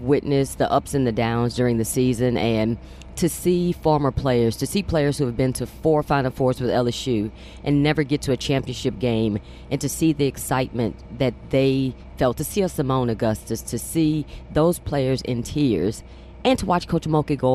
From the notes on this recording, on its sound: On the bus ride to the airport